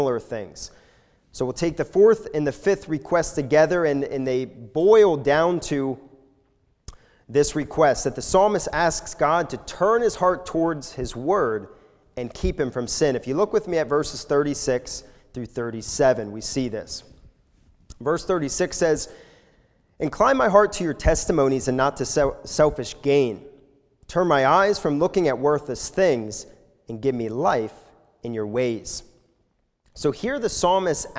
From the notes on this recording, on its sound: This sermon was recorded live at the Lebanon Bible Fellowship Church in Lebanon, PA during the evening service on 07/18/2021